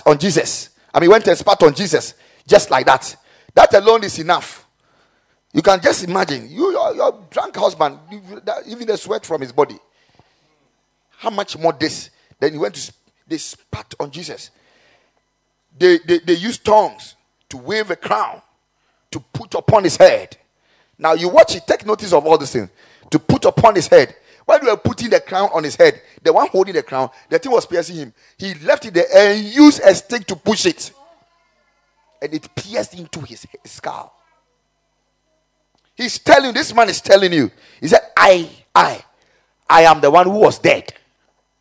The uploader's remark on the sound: Preached at the Kingdom Sight Service